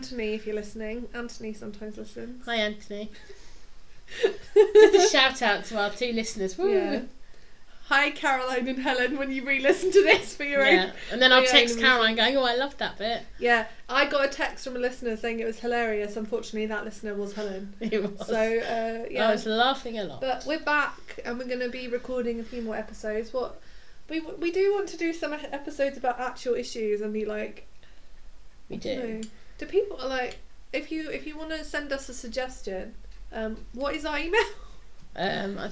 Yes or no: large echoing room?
no